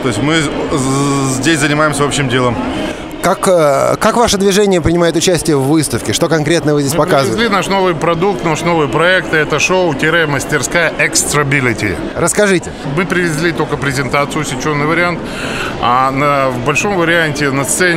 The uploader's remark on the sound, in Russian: Интервью с участниками социального движения «Белая трость» на выставке «Интеграция. Жизнь. Общество-2013».